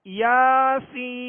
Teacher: سین میں سیٹی کی آواز ہوگی، یا پر کھڑا زبر ہے، الف مدہ کے قائم مقام ہیں، لہذا ایک الف کی مقدار میں کھینچیں گے، اور سین پر مد لازم ہے.